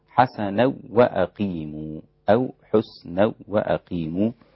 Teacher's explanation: خلف لا يغن ولكن يدغم بلا غنة، فيصير النطق بها حسنا وأقيموا أو حسنا وأقيموا.